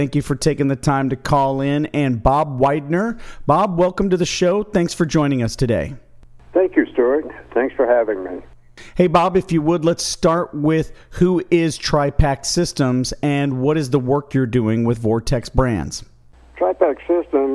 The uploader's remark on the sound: called in to SmallCapVoice